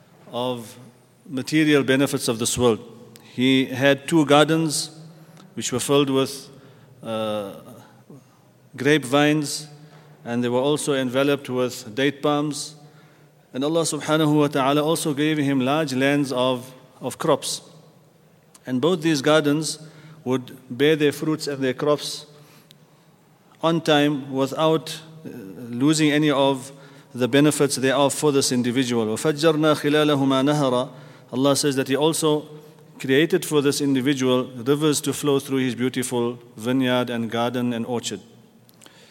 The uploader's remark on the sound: at the Houghton Masjid (West Street)